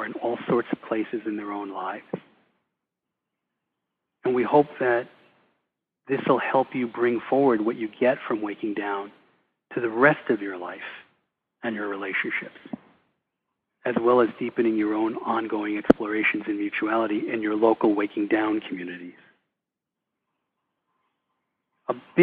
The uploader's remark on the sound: Recording of Sept 2, 2015 introductory call